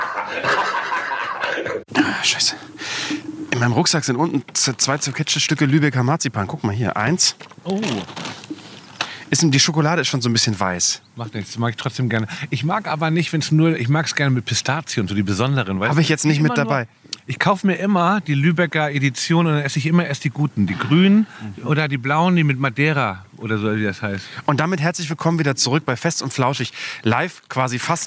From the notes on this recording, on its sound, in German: Fest & Flauschig - die Outdoor-Edition. Melden sich quasi live vom Oberdeck des Hausboots.